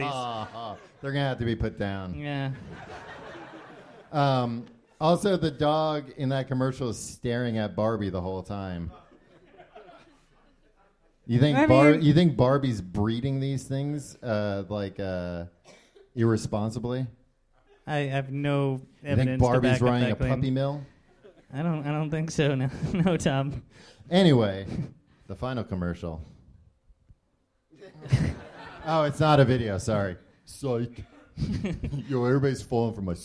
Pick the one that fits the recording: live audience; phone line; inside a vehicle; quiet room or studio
live audience